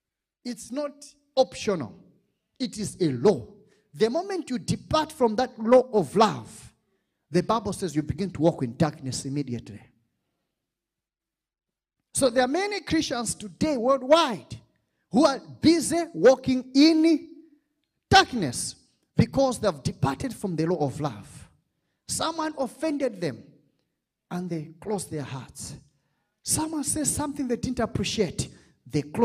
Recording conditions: large echoing room